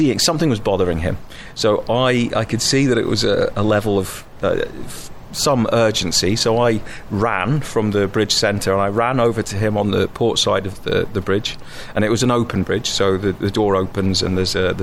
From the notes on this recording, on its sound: Seventy minutes on The Unexplained Live Cruise across The Mediterranean. Special face to face interview.